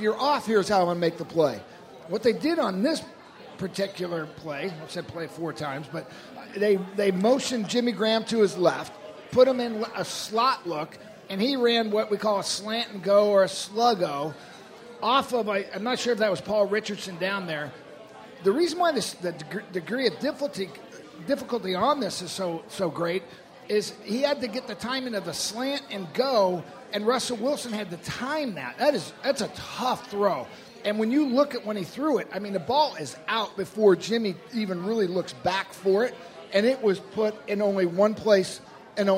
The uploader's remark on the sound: sit down live at Pearl Bar and Dining in Bellevue